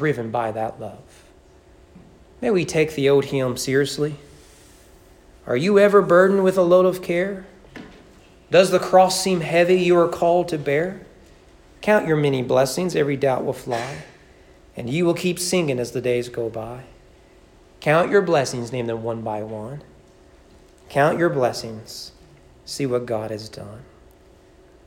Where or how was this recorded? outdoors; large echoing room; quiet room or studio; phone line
large echoing room